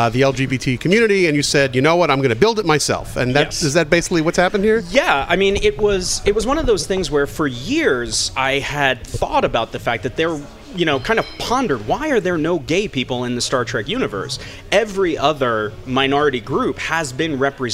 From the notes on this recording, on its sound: live from the Gaaays in Spaaace event in NYC